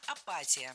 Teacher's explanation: в этом слове ударять надо не «и» в предпоследнем слоге, а чуть раньше